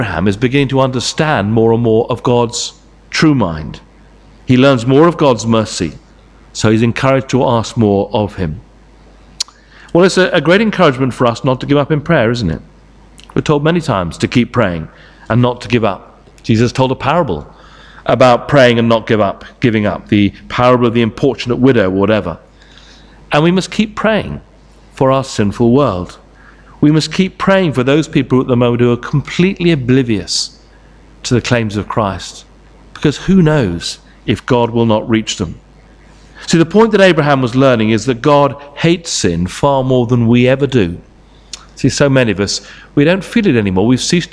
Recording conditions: large echoing room